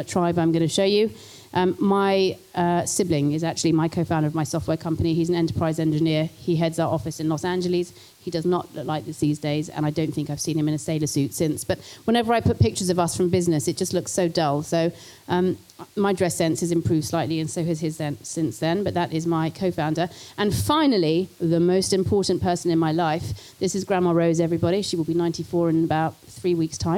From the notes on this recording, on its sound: This talk was recorded at the Vevolution Plant-Based Business Bootcamp